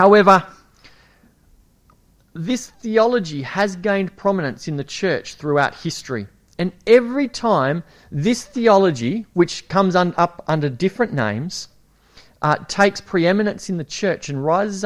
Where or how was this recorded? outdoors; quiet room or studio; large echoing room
large echoing room